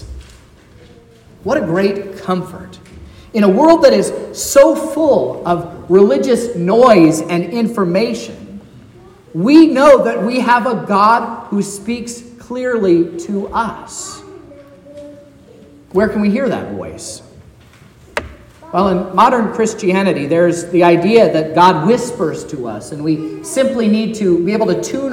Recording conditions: large echoing room